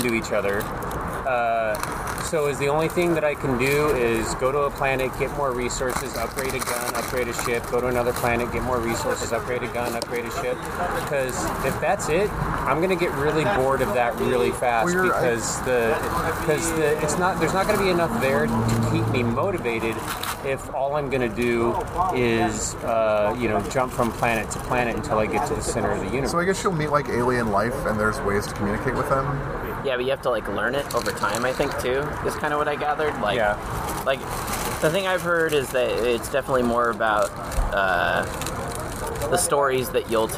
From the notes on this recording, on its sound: This week started as a dinercast and turned into an odyssey of outdoor noises, construction, parks, poop, cars